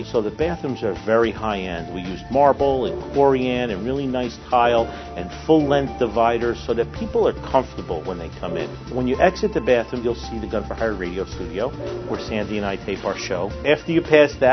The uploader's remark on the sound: live from SafeCon